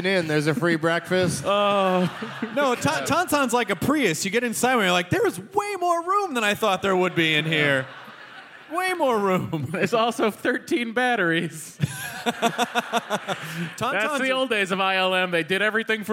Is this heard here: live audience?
yes